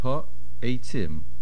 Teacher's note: make sure you say the hey with the kamatz, and don't swallow the ayin